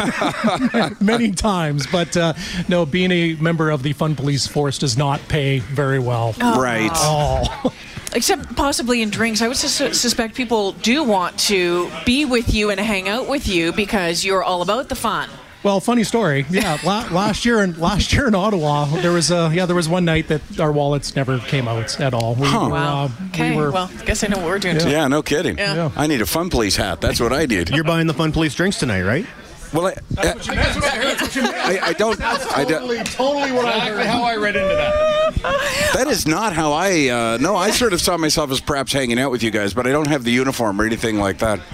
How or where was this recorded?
busy venue